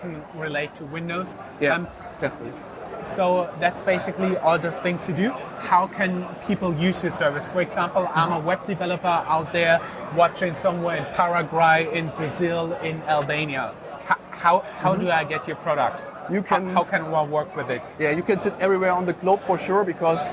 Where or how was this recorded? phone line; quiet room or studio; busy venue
busy venue